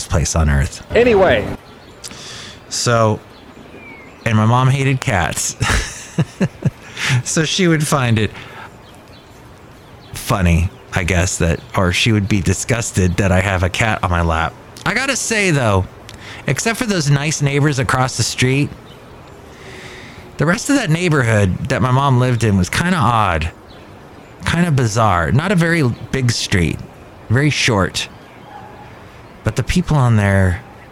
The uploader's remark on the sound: Podcasts live from Cafe Anyway.